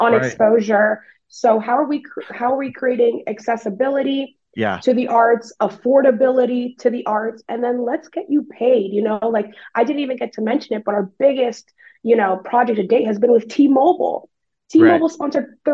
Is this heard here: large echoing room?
no